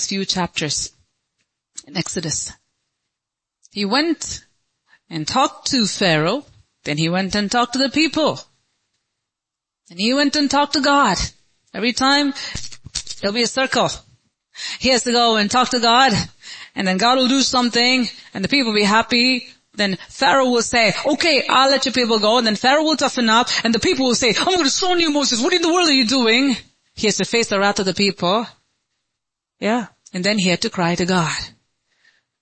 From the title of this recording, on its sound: Sunday Service - 04.23.2023